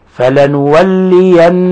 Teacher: قوله تعالى فلنولينك، لاحظ كيف نطبق طرف اللسان على أصول الثنايا العليا، فلنولينك، لأن النون هنا مشددة فهي حرف غنة مشدد، تعطى غنة مقدارها حركتين ومخرجها الخيشوم